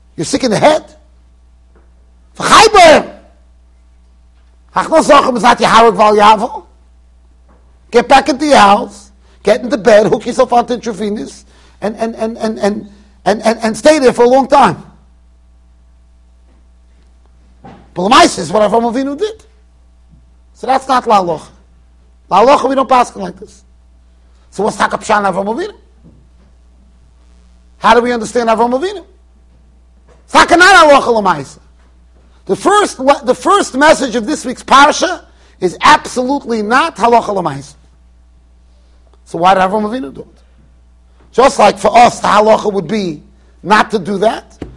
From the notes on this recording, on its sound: Shiur recorded in Yeshivas Ohr Reuven, Monsey NY.